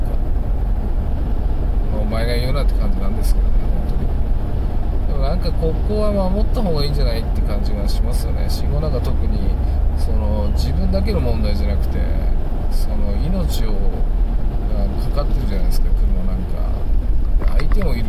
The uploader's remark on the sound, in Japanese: 運転中。真夜中の車の中から。